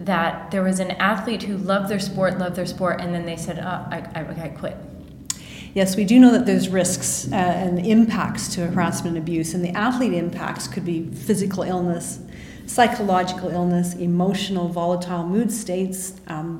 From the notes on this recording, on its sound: LIVE from the IOC World Conference in Monaco.